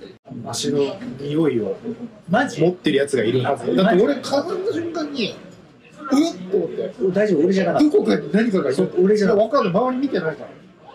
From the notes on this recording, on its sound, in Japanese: ゲリラ回なので音声が悪いです。京都に行きました。